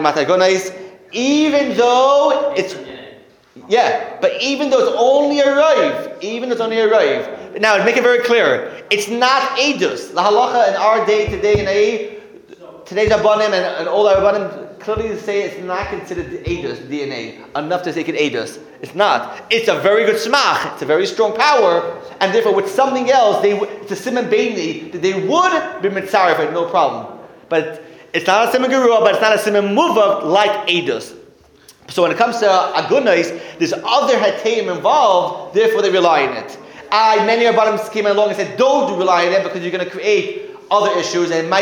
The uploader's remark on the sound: Sunday Kolel. Recorded live at The Torah Center ATL on January 14, 2024.